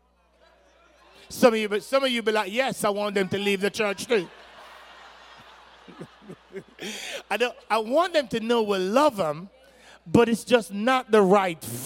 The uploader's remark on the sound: an excerpt from her talk at our 2023 Climb Leadership Conference